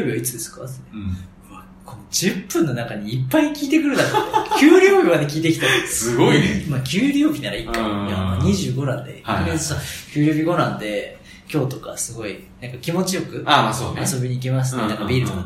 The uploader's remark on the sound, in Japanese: 1ヶ月ぶりの収録は久々に対面で！録音環境の都合上、少々聴こえづらく感じるかもしれません。